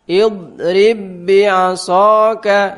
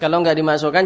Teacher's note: Jadi contoh ba bertemu dengan ba. Nah, ini diidghamkan kamil sehingga huruf pertama seakan-akan enggak ada.